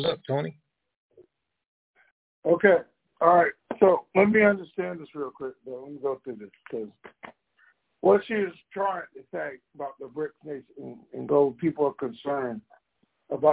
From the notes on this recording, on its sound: TNTSuperfantastic Conference Call